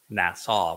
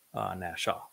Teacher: there is no distinction between the sin and the shin. It's a later development.